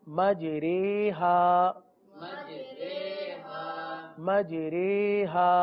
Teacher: ری نہیں بلکہ رے پڑھیں